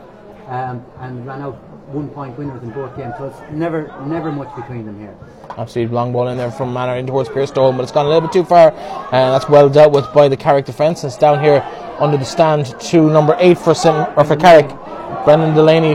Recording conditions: busy venue